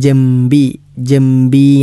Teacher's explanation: നൂനിന് ശേഷം ബാ വന്നത് കൊണ്ട് തന്നെ മീമാക്കിയാണ് നമ്മൾ ഉച്ചരിക്കേണ്ടത്. ജംബി ജംബി എന്നാണ്.